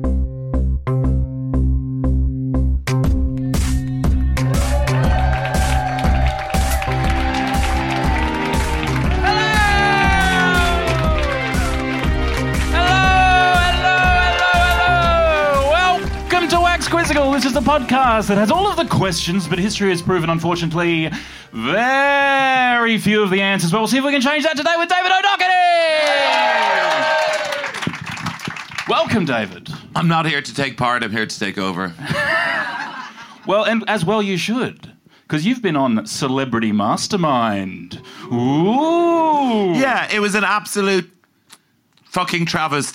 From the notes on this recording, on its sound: Live at Comedy Republic for MICF 2023!